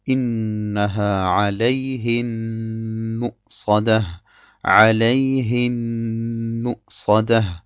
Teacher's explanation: gemeint ist das Mim, das in ein weiteres Mim verschmolzen wird. Das erkennt man daran, dass das erste Mim wiederum kein Zeichen trägt und das zweite dafür eine Shadda. · Term: Al-Idram al-Shafawi